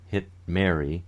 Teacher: There's no audible release of that T.